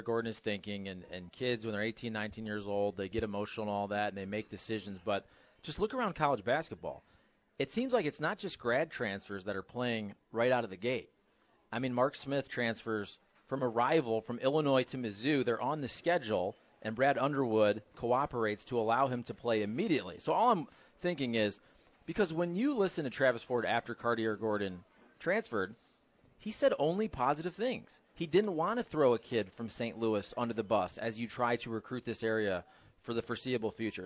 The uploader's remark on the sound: Broadcasting live from Schnucks off Lemay Ferry.